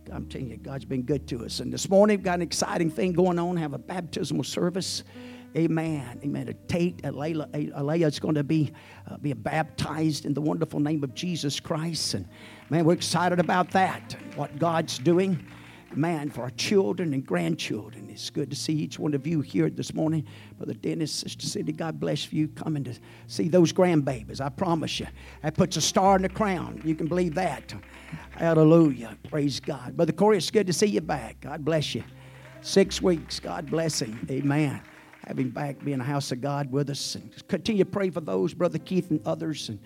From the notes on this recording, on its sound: At the First Jesus Name Church of Benndale on the Sunday morning of 7 - 16 - 2023. At the First Jesus Name Church of Benndale on the Sunday morning of 7 - 16 - 2023.